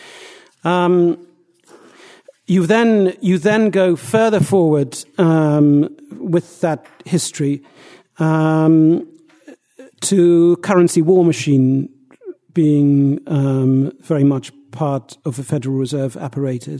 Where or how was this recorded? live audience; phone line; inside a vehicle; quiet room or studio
live audience